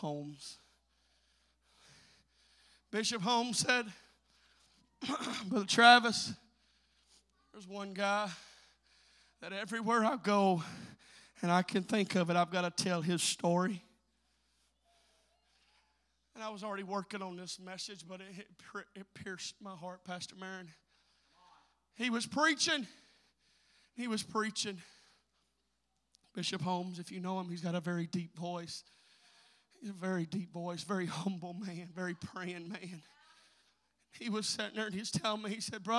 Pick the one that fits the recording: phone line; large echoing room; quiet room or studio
large echoing room